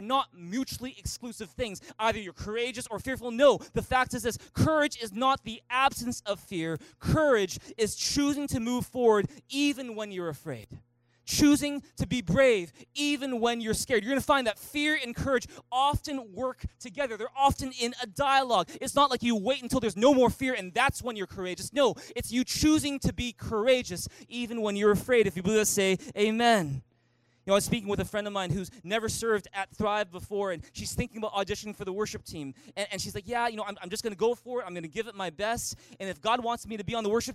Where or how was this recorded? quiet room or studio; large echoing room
large echoing room